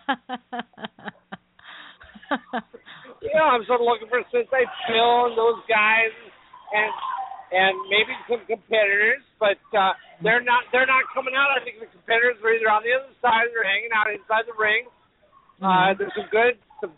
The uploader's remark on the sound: Broadcasting live from Bob White Invitational. Broadcasting live from the Bob White Invitation tournament!